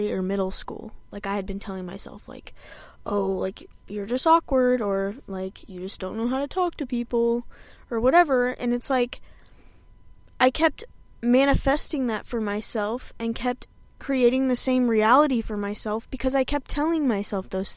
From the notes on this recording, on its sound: i sit in my car, drink my coffee